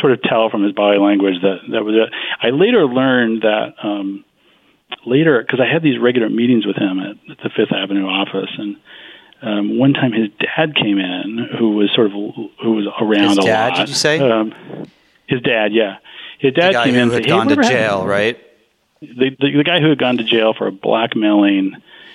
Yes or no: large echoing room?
no